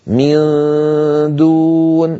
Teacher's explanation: النون مخفاء عند الدال، والدال ليست من حروف التفخيم، فلذلك كان صوت النون المخفاء مرقق